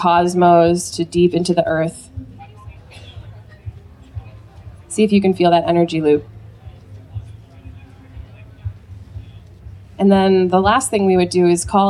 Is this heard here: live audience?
yes